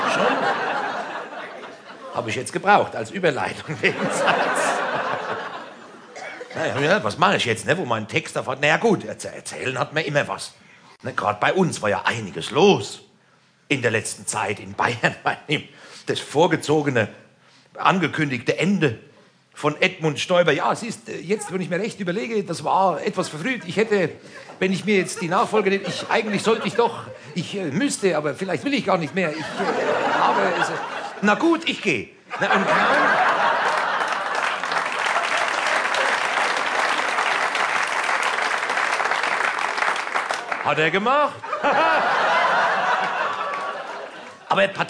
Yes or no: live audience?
yes